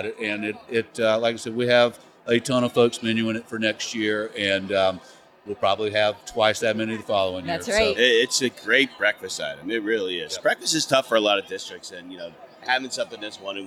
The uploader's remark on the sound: during the 2023 SNA Annual National Conference in Denver, Colorado